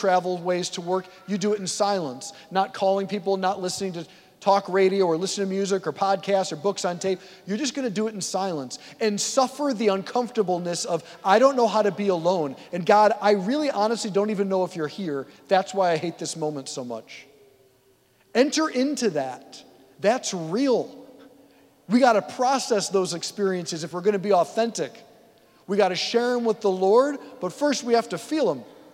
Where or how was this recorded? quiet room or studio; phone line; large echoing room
large echoing room